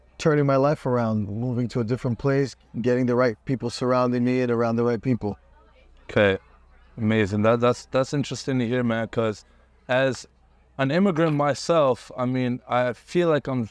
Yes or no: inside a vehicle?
yes